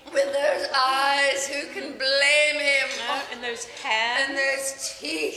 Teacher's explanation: the syllables get drawn out, like the way you say eyes, blame, even teeth in this clip